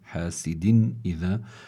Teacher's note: بيكون هون التنوين في حالة الإظهار، لأنه الهمزة من حرف من حروف الحلق، يظهر عندها التنوين والنون الساكنة.